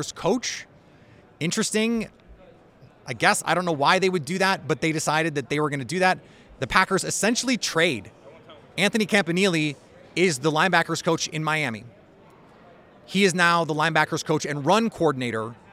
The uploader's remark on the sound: all live from Radio Row in Las Vegas for the Super Bowl.